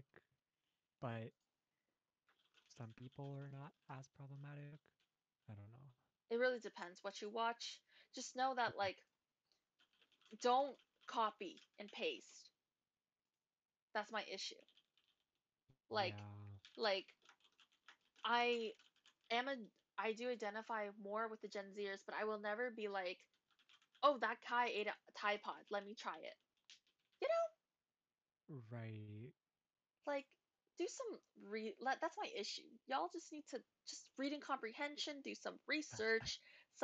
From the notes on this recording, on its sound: Don't mind the keyboard clicking in the back, our original recording set up wasn't work that day so you'll hear some echos of someones typing.